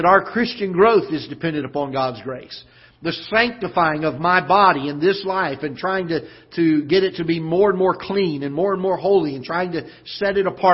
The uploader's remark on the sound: Ketha Heights Baptist Church ~ Live Broadcast